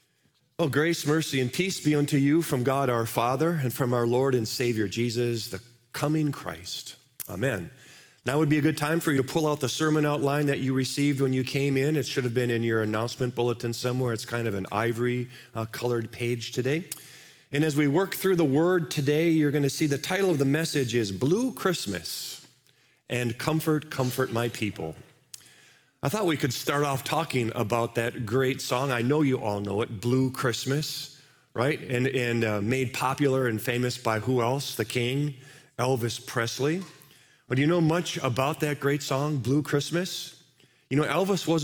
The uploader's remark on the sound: Live from our Celebration Ministry Center